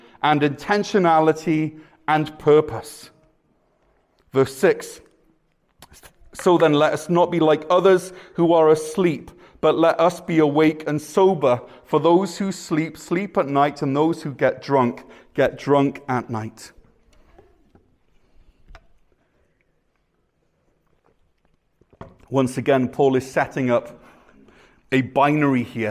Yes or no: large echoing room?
yes